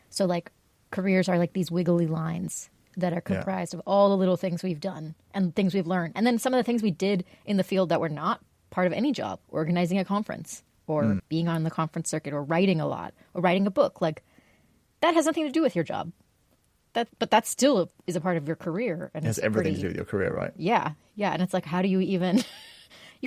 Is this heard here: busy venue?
no